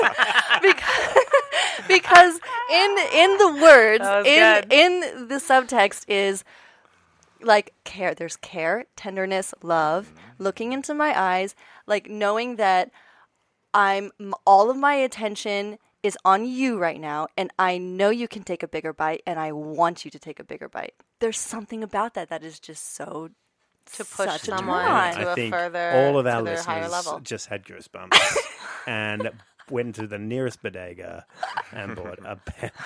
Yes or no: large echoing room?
no